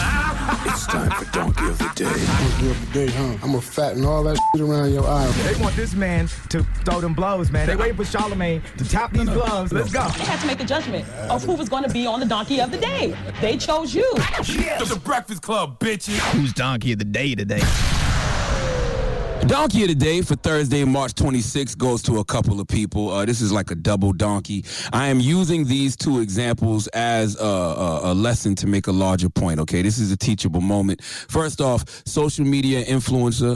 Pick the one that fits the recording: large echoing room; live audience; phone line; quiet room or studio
phone line